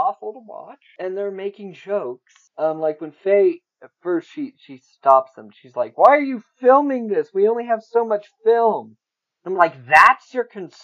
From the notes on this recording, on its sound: Being that it is a first episode, please forgive some of the newbie sound problems.